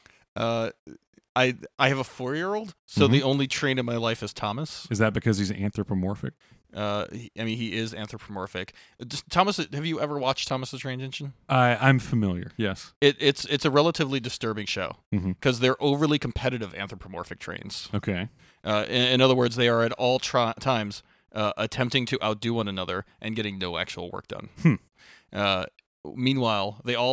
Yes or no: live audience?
no